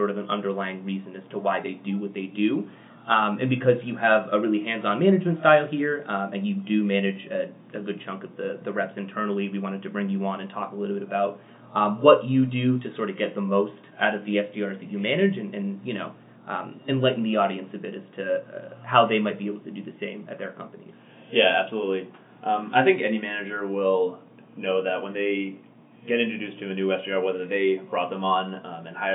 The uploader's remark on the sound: Please excuse the weird audio quality in this episode!